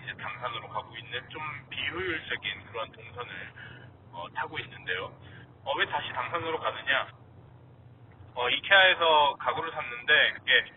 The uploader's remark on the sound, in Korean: 아무런 대본도 없이 길이 막히길래 차에서 프리스타일로 녹음해보았습니다.